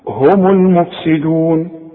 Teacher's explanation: الميم مضمومة عند الوصل إذا وقفت سكنها